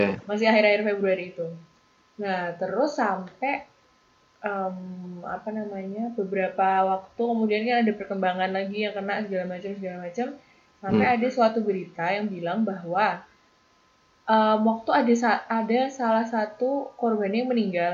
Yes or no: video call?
yes